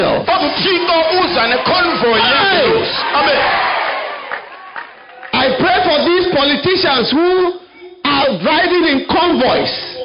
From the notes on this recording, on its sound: Preached at Healing Jesus Campaign, Port Elizabeth - South Africa